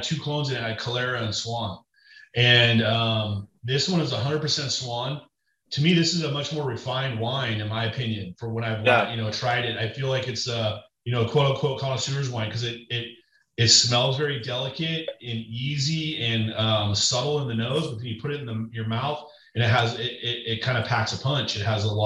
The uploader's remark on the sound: Listen in on their entire Zoom chat